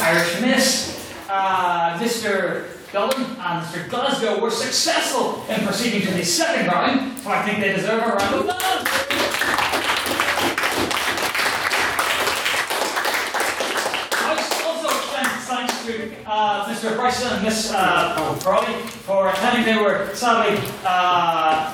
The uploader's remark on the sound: the recording of the fifth Ordinary Meeting of the Society, where the House convened to discuss the motion